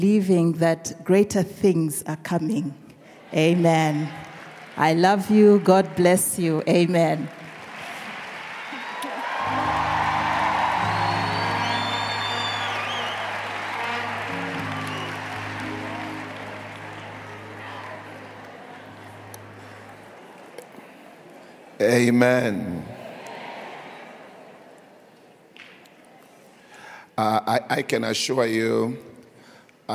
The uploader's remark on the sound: preached at the last day of our Annual Home Coming Conference, Word Explosion 2023, hosted at Grace Bible Church Pimville on the 08th of October 2023